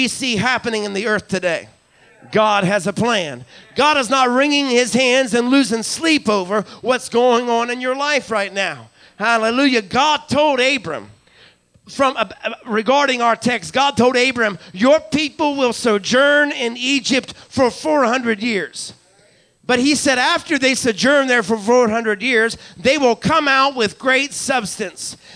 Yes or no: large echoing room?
yes